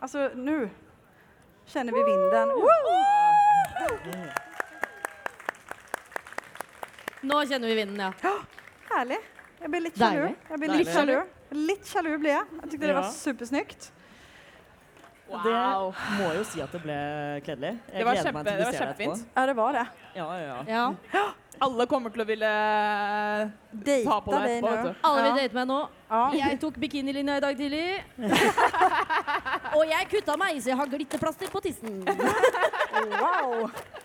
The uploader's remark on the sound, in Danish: LIVE fra Pride!